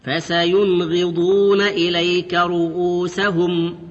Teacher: النون الساكنة مظهرة قبل الغين